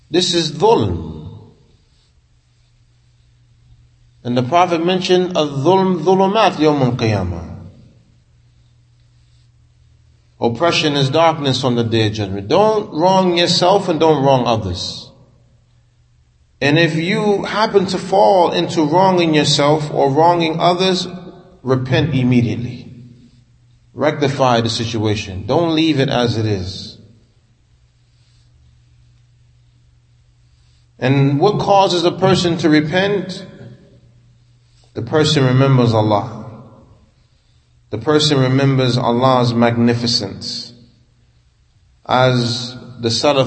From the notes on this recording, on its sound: Talk after Fajr given at Masjid Nur Allah, Queens, NY